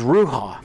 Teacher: Ruach is a guttural forcing of air out of the throat.